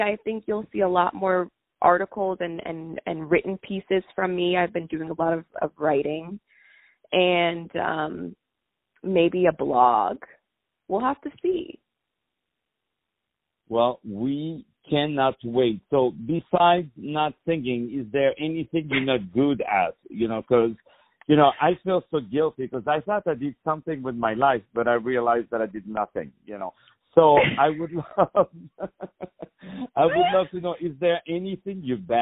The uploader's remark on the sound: On the phone